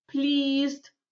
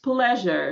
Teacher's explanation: Здесь у нас pleased со звуком «и», а здесь pleasure со звуком «э».